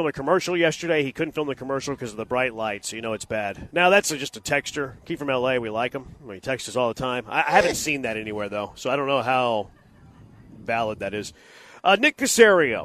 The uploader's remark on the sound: LIVE from The Decoy!